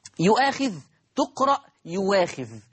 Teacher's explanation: لو لاحظنا هنجد إن الهمزة المفتوحة أبدلت إلى واو مفتوحة · Term: إبدال الهمز المتحرك